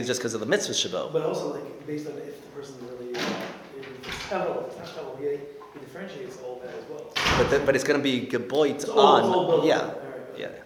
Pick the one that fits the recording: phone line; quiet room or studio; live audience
live audience